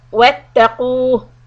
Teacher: When we come to a stop, we stretch the mad طبيعي on قاف واو to more than two.